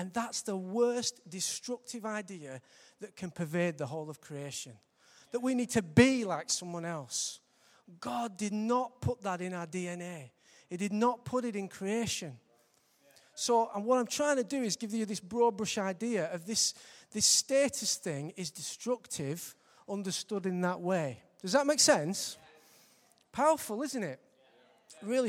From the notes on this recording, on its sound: Recorded live at Life Church on Sunday 22nd March 2015.